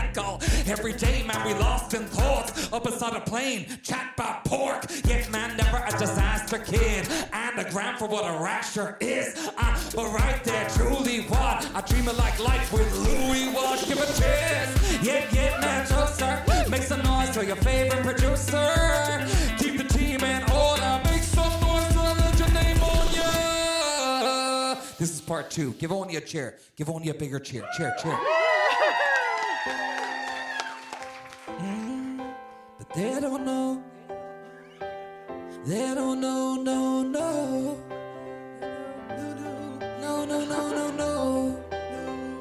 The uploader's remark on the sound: Recorded LIVE at the Cheerful Earful Podcast festival.